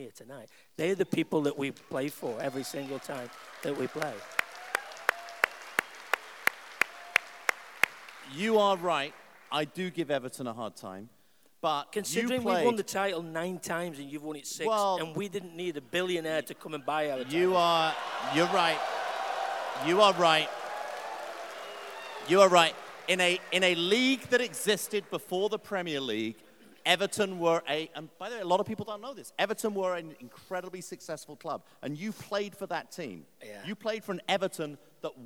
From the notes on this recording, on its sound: Live in Minnesota. Celebrate the opening of Minnesota United FC's new stadium, Allianz Field.